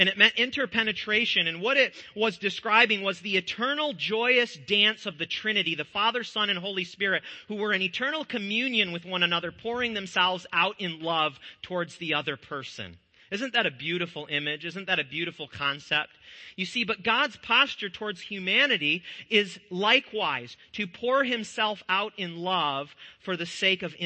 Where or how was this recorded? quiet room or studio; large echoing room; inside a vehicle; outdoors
large echoing room